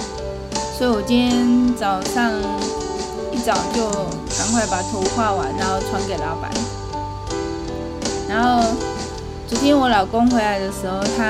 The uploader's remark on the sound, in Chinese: 用新筆電錄音。背景音收得到 太清楚了。